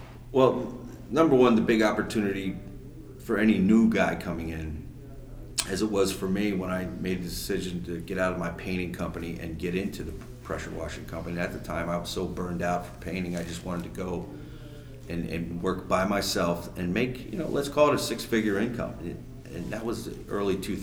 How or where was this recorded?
busy venue